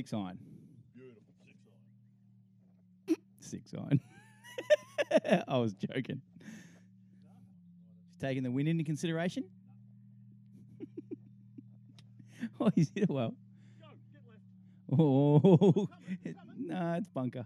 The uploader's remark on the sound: Live Edition. Give you an insight on what its like to play a round of golf with them by taking the Mics to the course!